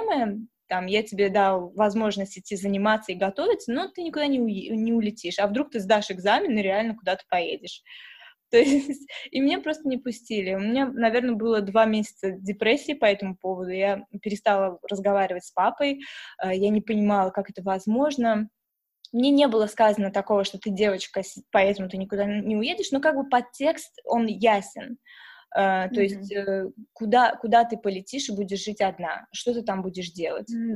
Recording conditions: video call